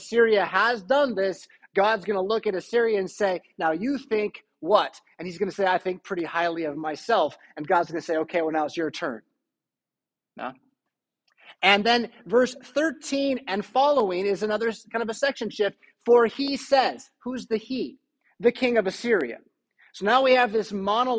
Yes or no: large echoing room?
yes